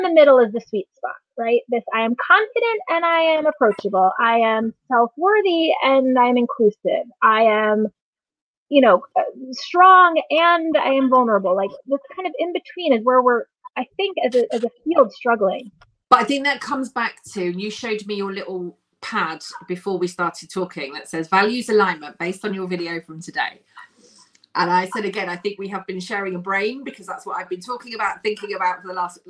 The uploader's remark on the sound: This audio is taken from the Youtube Live conversation